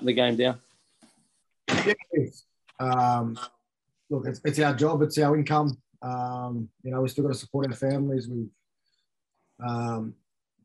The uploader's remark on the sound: Talked to media over zoom whilst at the South East Queensland relocation HUB.